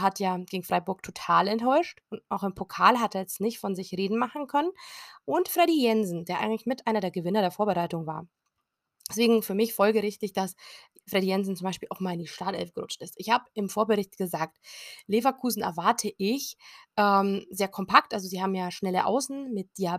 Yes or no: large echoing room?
no